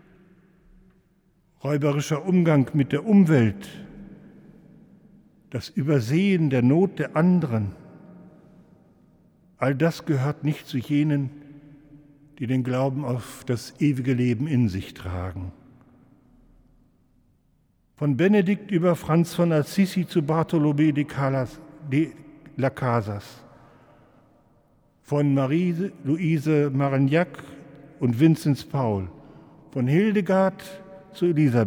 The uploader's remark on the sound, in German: im Hildesheimer Dom